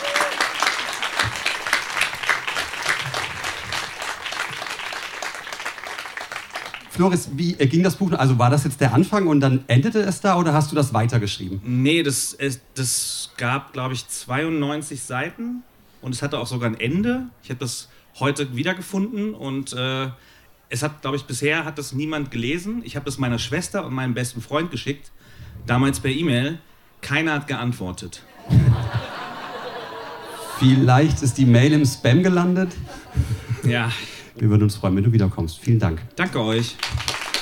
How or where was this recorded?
live audience